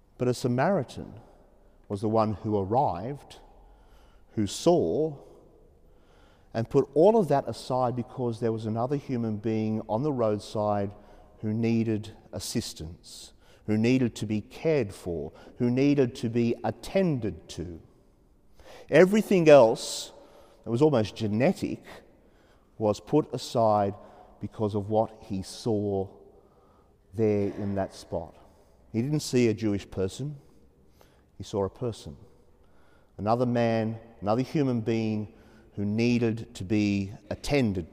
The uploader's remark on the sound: As preached during the 5.30pm Saturday evening Mass in Sacred Heart Cathedral, Hamilton.